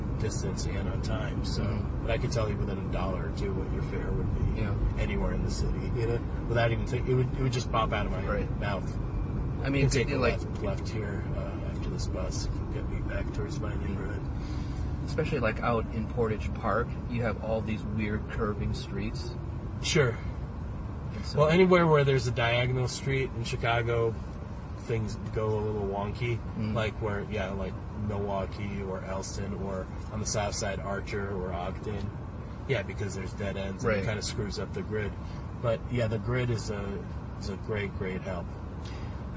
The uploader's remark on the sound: We recorded this while I drove him around the south side of the city.